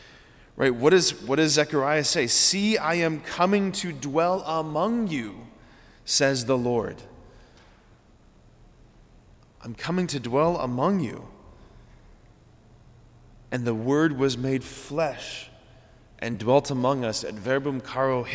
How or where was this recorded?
large echoing room